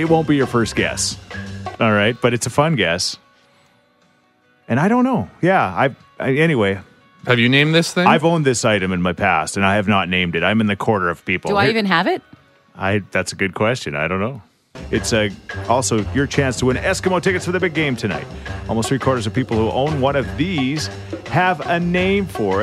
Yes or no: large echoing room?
no